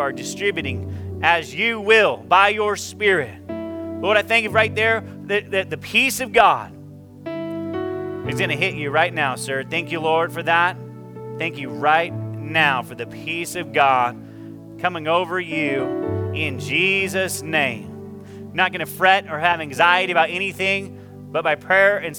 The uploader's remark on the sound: this is our first service audio